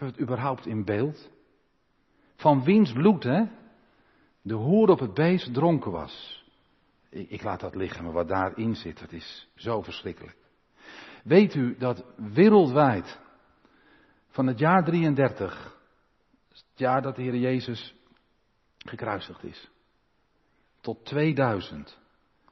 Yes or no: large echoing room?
yes